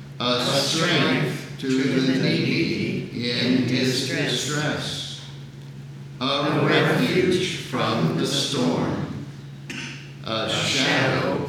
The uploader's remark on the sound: The Sunday service audio